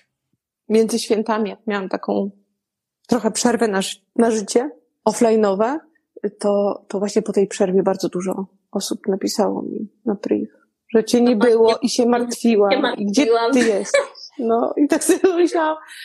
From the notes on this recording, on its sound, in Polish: Dwa pierwsze odcinki są nagraniami z instagramowych lajvów, dlatego jakość dźwięku może być trochę słabsza.